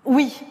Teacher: c'est un oui un peu plus marqué, un peu définitif, presque solennel. Avec une petite fricative finale d'ailleurs, un oui. Vous l'avez entendu?